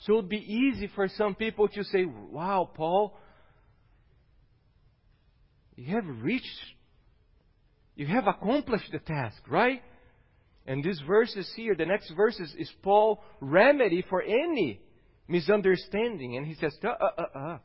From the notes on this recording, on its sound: at Gracious Cross Reformed Church Salem on Sunday, March 21st, 2021.